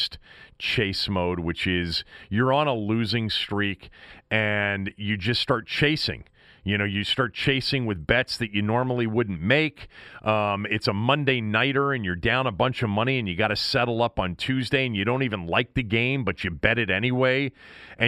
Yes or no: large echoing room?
no